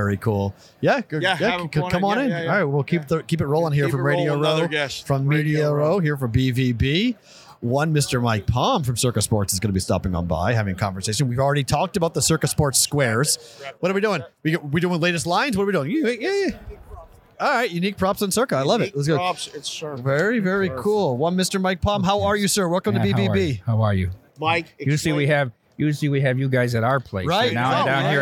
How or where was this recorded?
busy venue